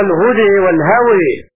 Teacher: أمال حمزة الألفات ذوات الياء في الأسماء · Term: الإمالة